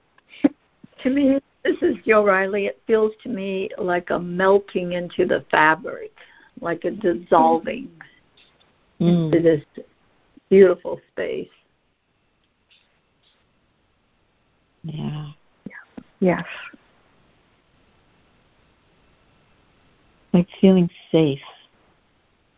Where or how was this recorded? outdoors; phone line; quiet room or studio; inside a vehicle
phone line